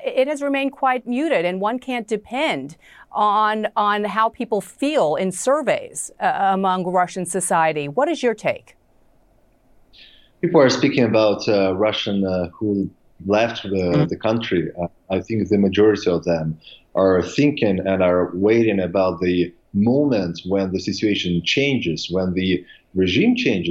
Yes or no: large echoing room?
no